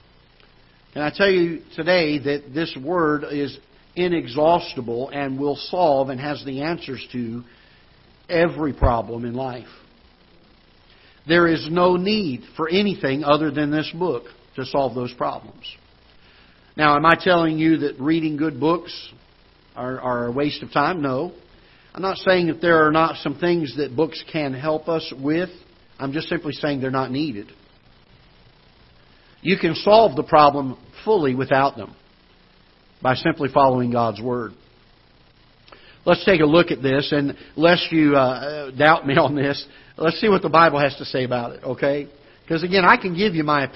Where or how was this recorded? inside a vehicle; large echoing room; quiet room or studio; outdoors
large echoing room